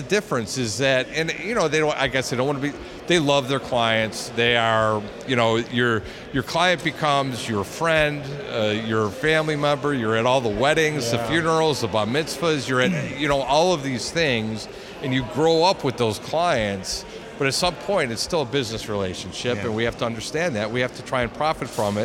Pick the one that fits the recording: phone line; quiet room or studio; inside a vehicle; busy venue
busy venue